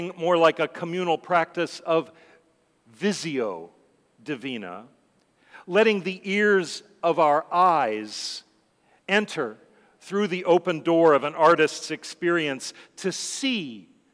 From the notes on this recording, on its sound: Sermons from Old South Church in Boston